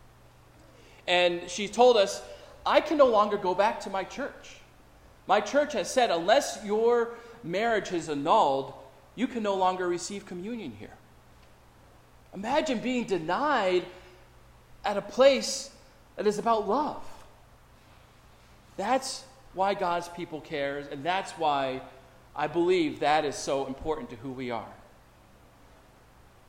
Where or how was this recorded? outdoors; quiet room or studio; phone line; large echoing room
large echoing room